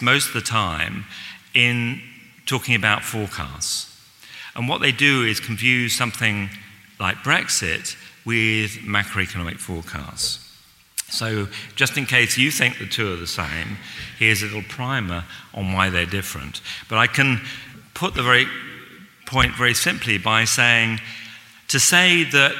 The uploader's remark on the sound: This week, we bring you a recording of this year's New Statesman and Speri prize lecture.